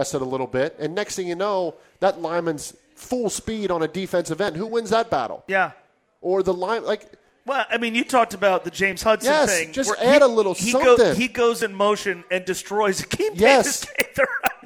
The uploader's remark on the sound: live from Twin Peaks in West Chester